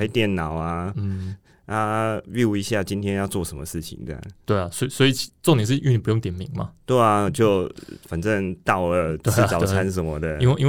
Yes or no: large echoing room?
no